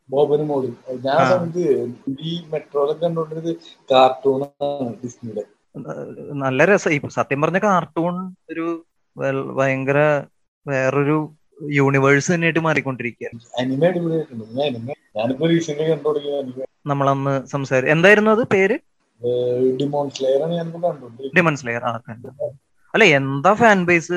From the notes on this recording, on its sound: people from different parts of the world discuss over the phone